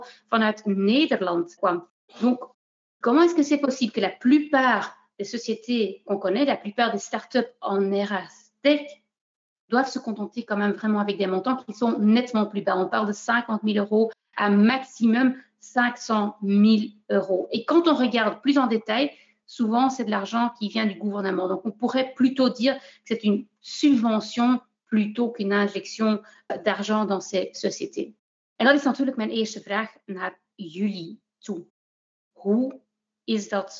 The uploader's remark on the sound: This episode of HR Talks is a recording of a panel discussion that took place during the recent Virtual HR innov & tech Day (powered by HRMinfo).